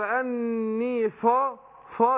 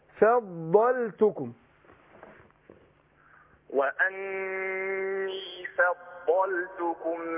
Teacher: ما تأثرش الضاد على الفاء رقق الفاء وفخم الضاد · Shown in: second take